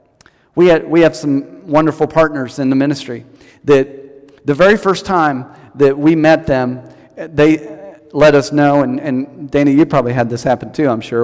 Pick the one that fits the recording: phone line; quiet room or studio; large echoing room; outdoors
large echoing room